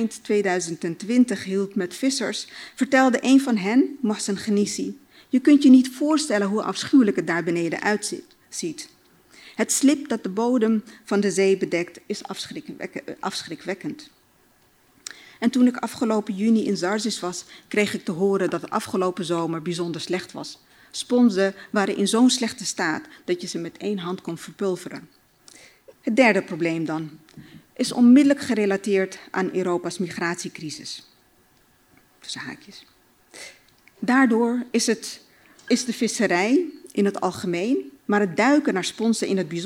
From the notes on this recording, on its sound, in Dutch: vertelde op het Betweter Festival